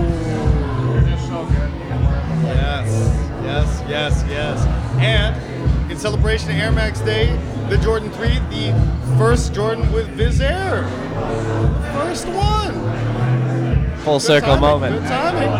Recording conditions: busy venue